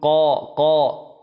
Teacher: القاف هو من أصل اللسان، وهذا أول مخرج، مخرج من مخارج اللسان